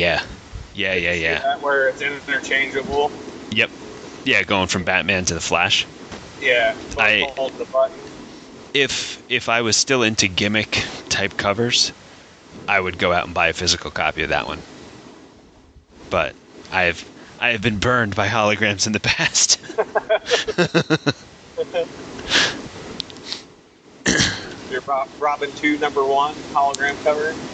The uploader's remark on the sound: We apologize for the sub par audio as it seems recording on the hands free bluetooth device wasn’t such a great idea. We tried to clean it up as best as we could.